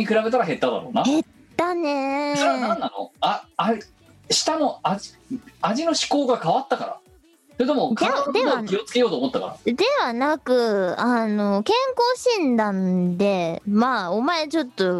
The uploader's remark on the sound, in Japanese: 本番組はリモート収録です。収録時環境の影響により、聴き取り辛い部分があります。